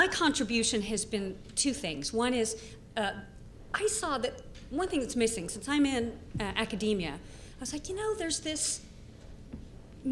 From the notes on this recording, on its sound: Panel at #Media99 Summit.